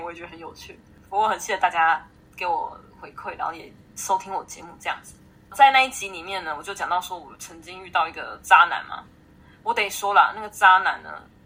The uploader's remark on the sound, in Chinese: 但因為這次硬碟出了點問題，所以二次錄音下沒有收音的很好。如果有聽到一些雜音也請多多包涵。